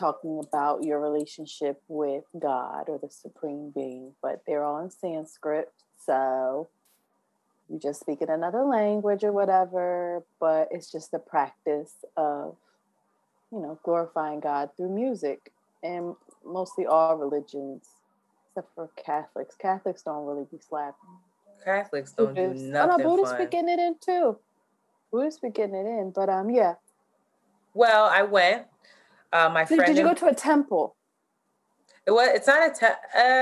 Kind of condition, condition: link, video call